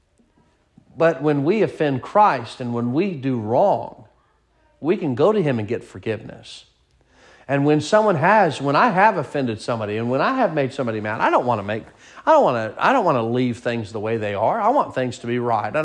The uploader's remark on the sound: Sermon preached at Mid County Baptist Church